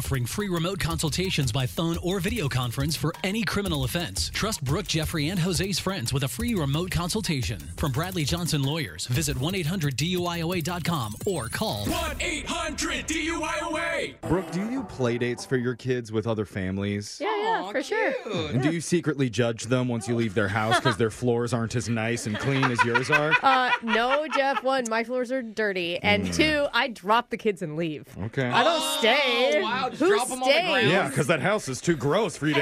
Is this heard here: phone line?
yes